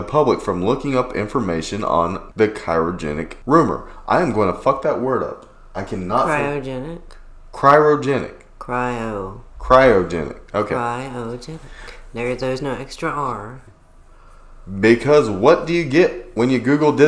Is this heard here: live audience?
no